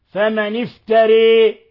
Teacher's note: أمالها حمزة والكساء وخلف وأبو عمرو البصري إمالة كبرى فمن افتري هكذا يقرأها فمن افتري وقللها ورش بلا خلاف يعني قولا واحدا فمن افتري فمن افتري والباقون بالفتح.